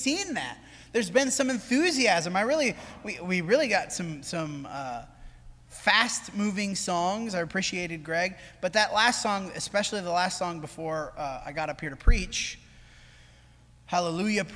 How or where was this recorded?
large echoing room